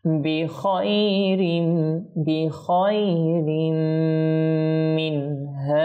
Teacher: এই রতে তানবিন রয়েছে, তানবিনের পর মিম এসেছে, তাহলে এটা কি হবে, ইদগাম হবে গুণনা সহকারে